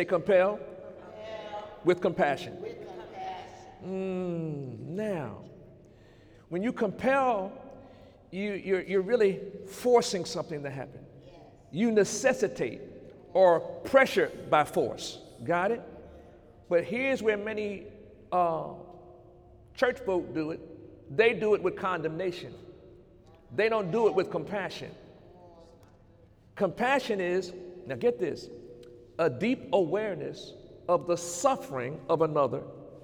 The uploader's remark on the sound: During Sunday morning service